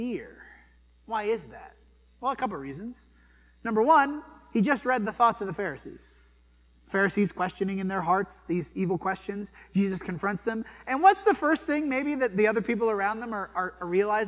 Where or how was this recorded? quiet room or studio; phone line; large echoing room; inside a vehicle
large echoing room